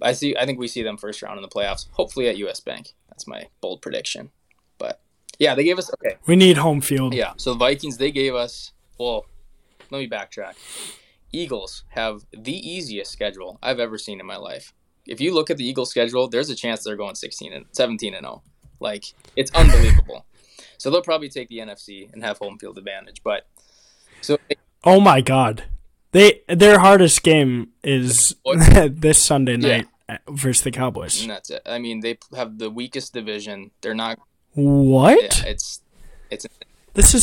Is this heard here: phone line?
no